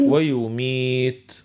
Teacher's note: ظهر التاء في الآخر عندها صفة الهمس